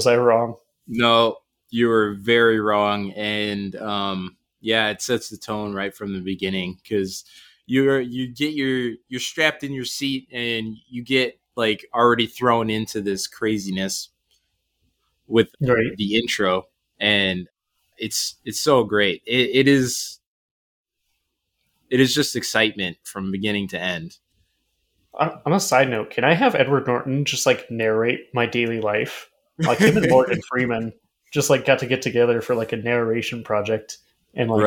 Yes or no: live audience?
no